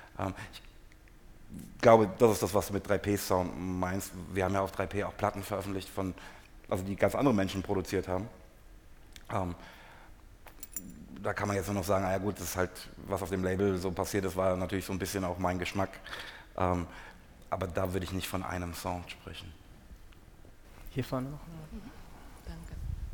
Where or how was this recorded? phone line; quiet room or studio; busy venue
busy venue